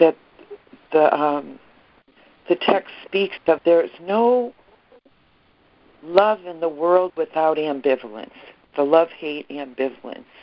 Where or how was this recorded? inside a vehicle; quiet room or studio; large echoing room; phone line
phone line